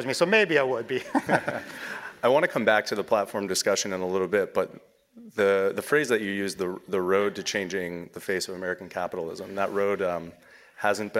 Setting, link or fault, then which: setting, live audience